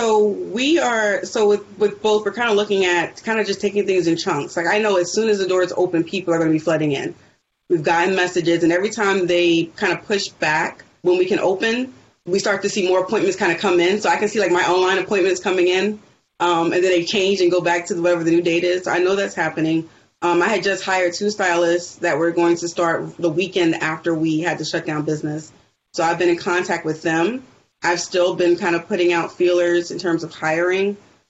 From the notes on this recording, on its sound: This week we’re sharing a Virtual Town Hall we hosted Live on Facebook in the Maximum Lawyer group.